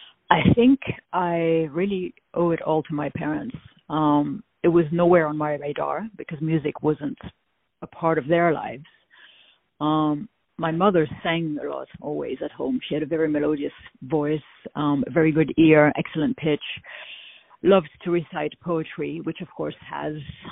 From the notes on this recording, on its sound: On the phone